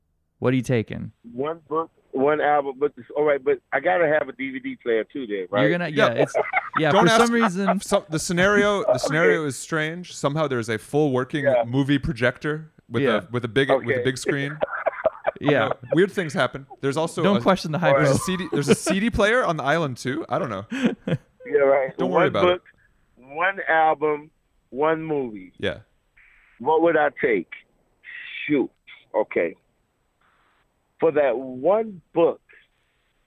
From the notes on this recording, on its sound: we spoke by phone